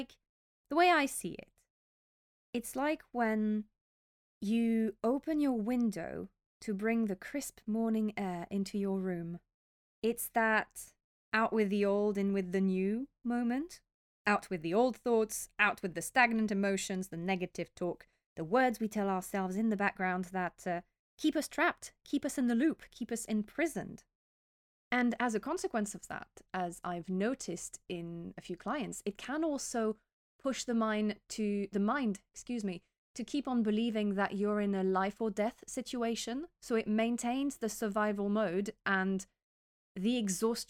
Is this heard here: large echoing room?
no